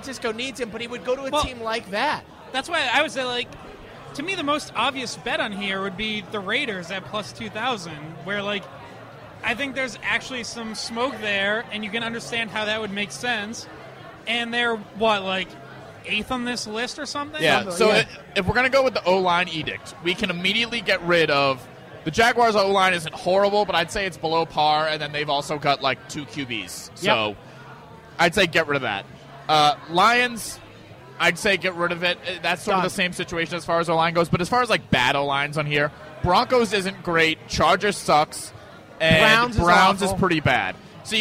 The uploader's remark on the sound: live at Lord Hobo Brewing